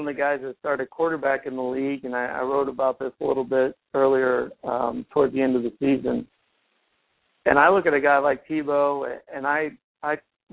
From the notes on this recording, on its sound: your calls and comments